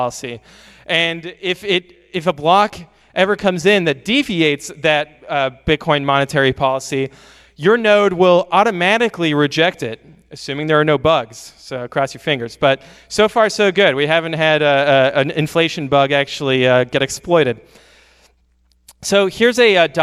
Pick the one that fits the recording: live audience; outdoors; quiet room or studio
live audience